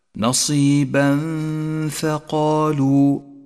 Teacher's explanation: عند قوله تعالى نصيبا ثقالوا، نصيبا ثقالوا، التنوين وبعده حرف الفاء، نخفي التنوين بحرف الفاء ونقف بغنة على التنوين ولذلك لون بالأخضر ولا نشدد حرف الفاء الذي بعده، نصيبا ثقالوا. · Term: حكم الإخفاء